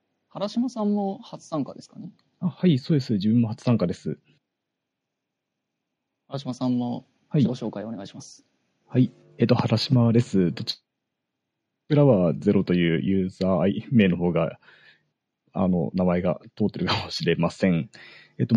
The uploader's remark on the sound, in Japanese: Discord上での収録です。